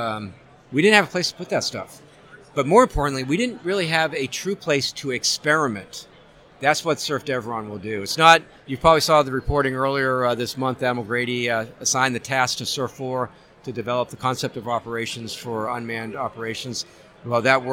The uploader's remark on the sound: The Ship Boss Live from SNA.